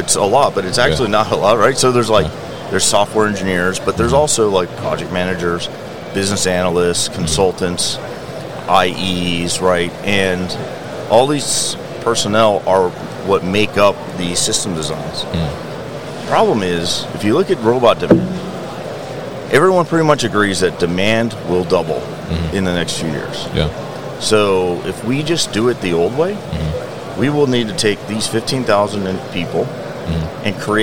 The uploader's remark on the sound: SVT Robotics at MODEX 2022